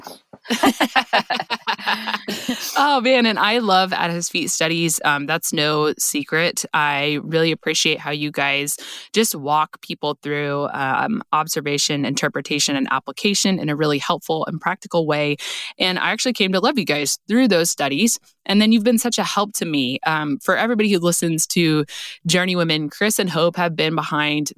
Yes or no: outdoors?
no